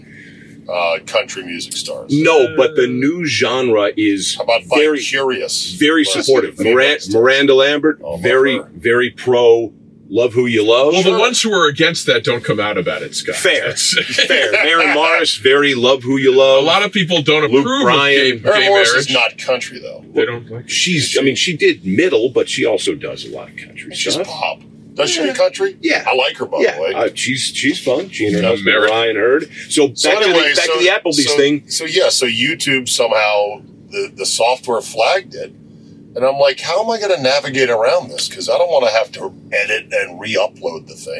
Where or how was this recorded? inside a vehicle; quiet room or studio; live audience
inside a vehicle